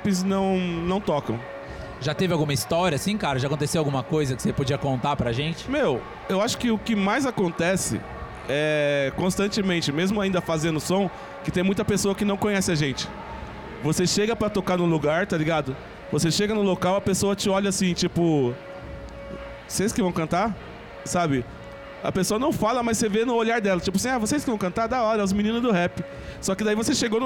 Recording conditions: busy venue